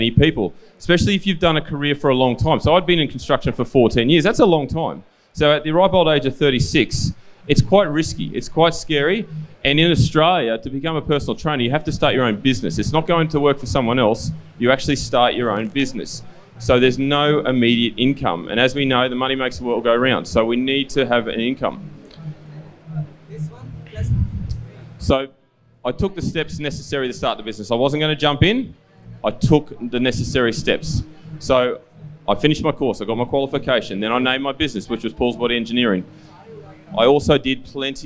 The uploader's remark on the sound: CONNECT Fest'19 Goa India. The audio to his speech from the Connect Festival in India in December 2019.